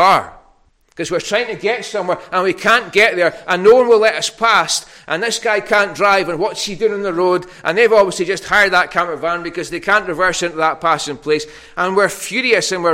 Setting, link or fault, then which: setting, large echoing room